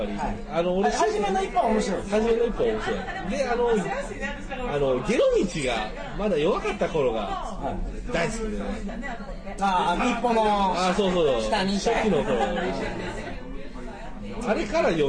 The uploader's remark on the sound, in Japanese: やかましい居酒屋で録りました。声張ってます。